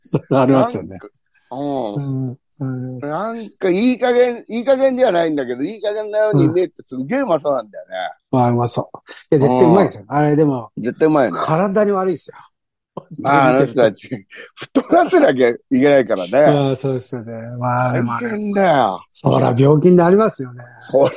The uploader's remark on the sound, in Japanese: ZOOMで収録